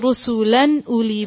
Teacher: نون کی آواز کو ظاہر کریں گے، پرومیننٹ کریں گے، چھپائیں گے نہیں، کھینچیں گے نہیں